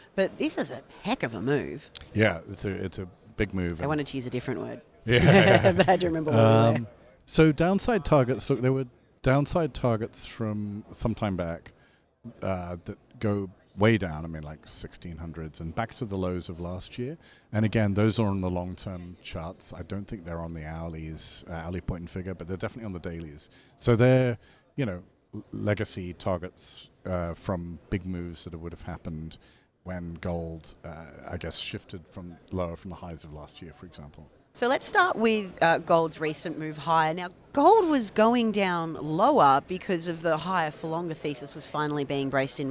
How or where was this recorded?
busy venue